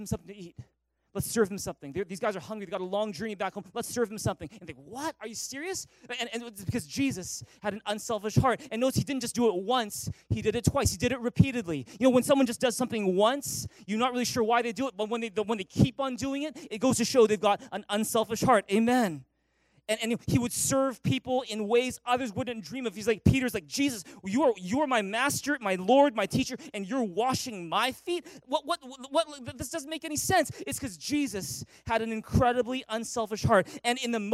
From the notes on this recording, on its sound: Recorded on April 29, 2018 at THRIVE Church Vancouver, Canada